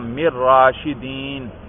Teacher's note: تو نون کو بھی را کر کے را میں ادغام کیا